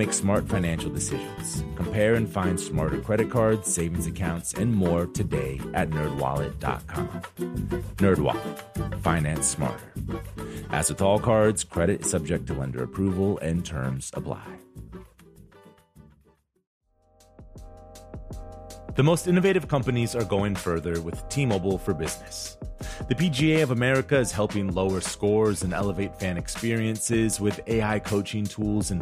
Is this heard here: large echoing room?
no